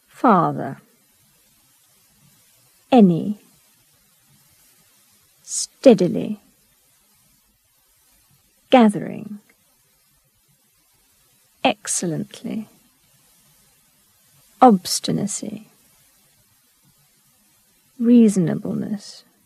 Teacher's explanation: Stress on the first syllable.